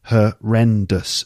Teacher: Three syllables, and it's the second syllable. Ren. Horrendous.